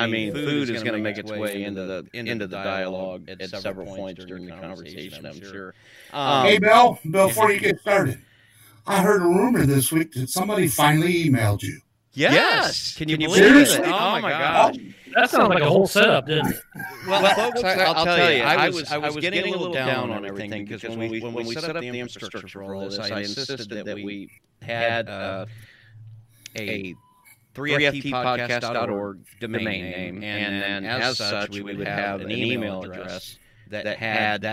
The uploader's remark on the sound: I apologize for the echoing at the beginning. I get it fixed several minutes in.